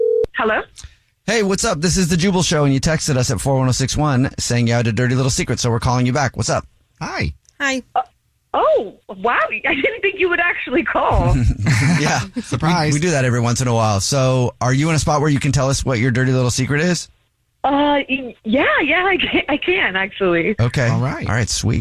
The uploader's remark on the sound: There is a woman on the phone